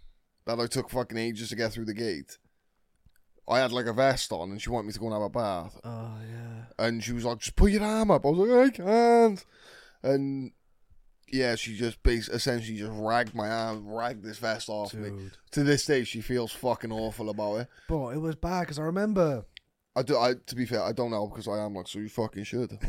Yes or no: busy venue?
no